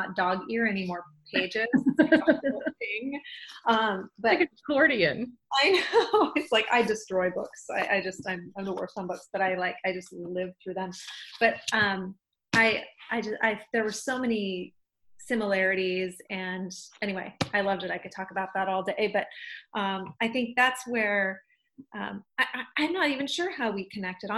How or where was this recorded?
video call